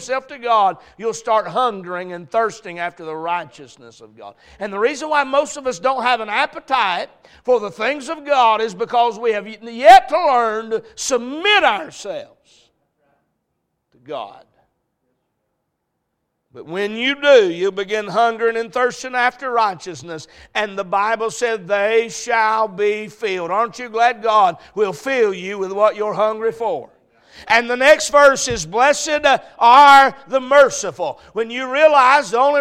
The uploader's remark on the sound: A message preached at Crossroads Baptist Church